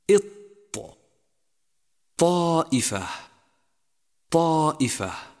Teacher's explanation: الحرف الشديد يمتنع جريان الصوت معه، كما في حرف الطاء مثلا · Term: الشدة